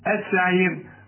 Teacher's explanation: الراء طبعا هنرققها عند الوصل وعند الوقف، عند الوقف قبلها ياء، يبقى هنرققها ادفع حتى لو عليها فتحة او ضمة او كسرتين او ضمتين، السعير.